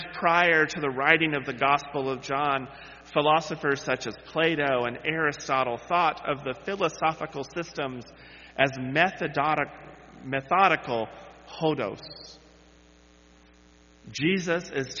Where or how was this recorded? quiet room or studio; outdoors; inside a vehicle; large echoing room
large echoing room